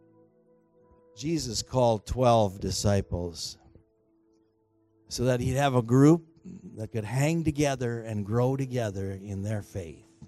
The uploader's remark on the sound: Recorded on July 14, 2019 at THRIVE Church Vancouver, Canada.